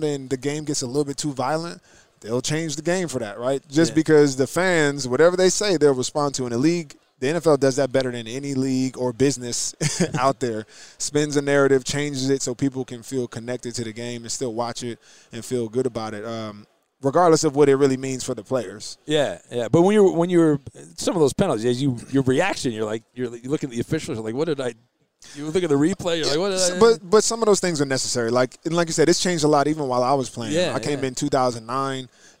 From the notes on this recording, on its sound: Live from Super Bowl Row